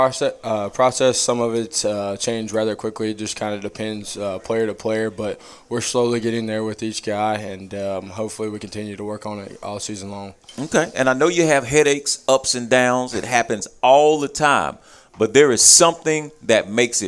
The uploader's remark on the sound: live from Monte De Rey Mexican Restaurant in Kernersville every Tuesday night in season!